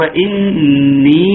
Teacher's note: ثم المد الطبيعي اللي هو الياء، اللي هو إني، هي ده الياء أصبع عليه، الياء تمد مد طبيعي بمقدار حركتين